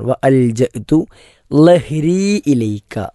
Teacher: ലഹരി എന്നതിൻ്റെ ല നാവ് മുൻപല്ലിൻ്റെ മുകളിലേക്ക് സ്പർശിച്ചു കൊണ്ടുള്ള ല ആണ്